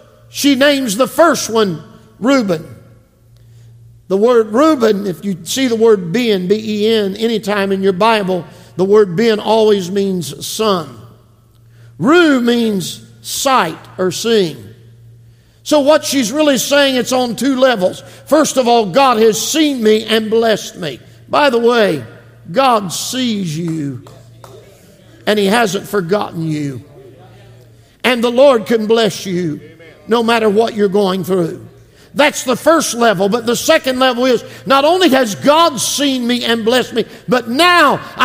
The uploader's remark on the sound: This message was preached from the 2023 Calvin - Doris Evans Memorial Camp Meeting